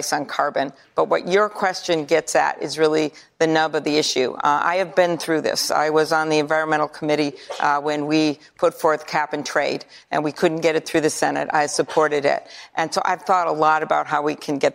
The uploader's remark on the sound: answers questions from voters in New Hampshire during a live town hall